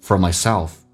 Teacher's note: for 说成 for，轻轻的卷下舌头 · Term: 弱化